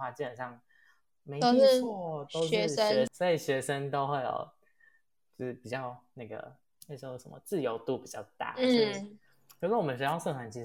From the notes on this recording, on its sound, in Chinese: 因為第一次錄音有一些小問題。